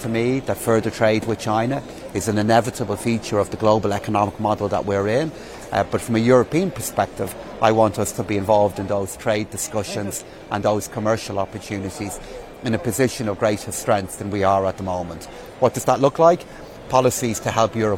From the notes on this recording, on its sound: Today's show comes to you live from the Washington, DC headquarters of the International Monetary Fund